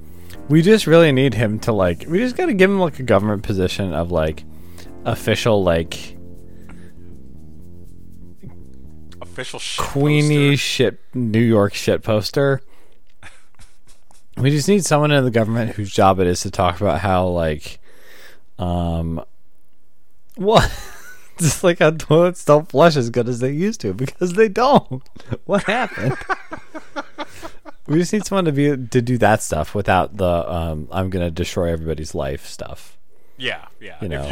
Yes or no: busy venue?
no